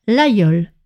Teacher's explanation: D'ailleurs, en parlant de couteau, ne vous trompez pas pour la prononciation du célèbre laïol qui s'écrit L-A-G-U-I-O-L-E, qui est un couteau très connu fabriqué dans l'Aveyron en France. On prononce le G comme un Y, le laïol.